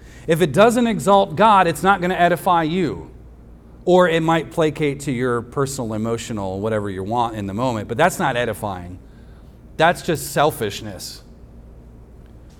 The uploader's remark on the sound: recorded on Sunday, July 2nd, 2023, at the weekly worship gathering of Cross & Crown Church